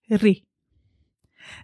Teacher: Nie było to jednak R zwyczajne, a zmiękczone, takie ry. Zmiękczenie to dokonywało się zazwyczaj przez następującą po R samogłoskę, która miała owe właściwości zmiękczające.